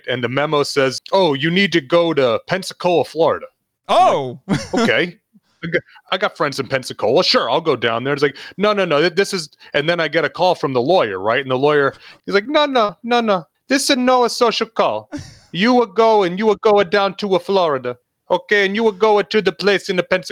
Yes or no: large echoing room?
no